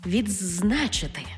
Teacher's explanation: У слові «відзначити» «д» переходить у «дз» – «відзначити».